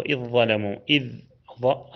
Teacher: الذال والظاء مخرجهم واحد مع أنهم مختلفين في الصفات، فإدغام الذال في الظاء حينئذ من باب المتجانسين.